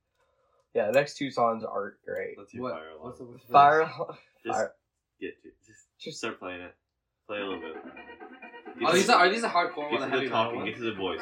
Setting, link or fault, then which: fault, poor sound quality